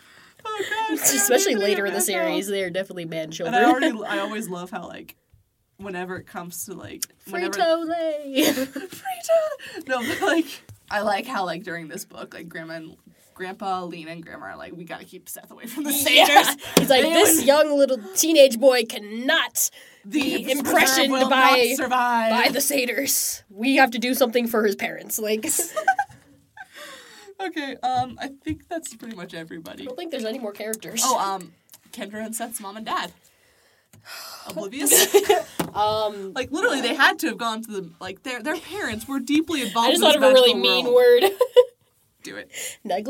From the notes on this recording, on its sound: consider this a warning headphone listeners, we get loud in this episode.